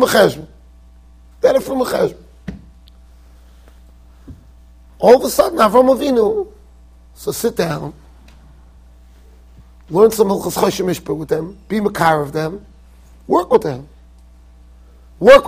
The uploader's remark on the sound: Shiur recorded in Yeshivas Ohr Reuven, Monsey NY.